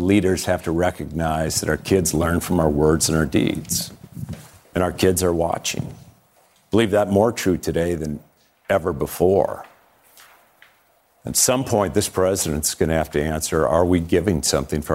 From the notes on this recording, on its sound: Town Hall.